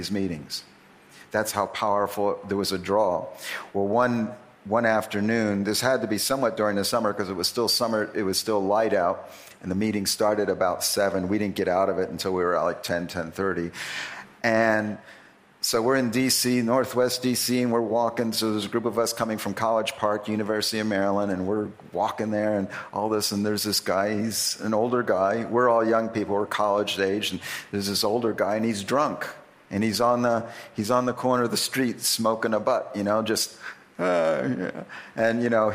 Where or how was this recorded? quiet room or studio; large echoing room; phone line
large echoing room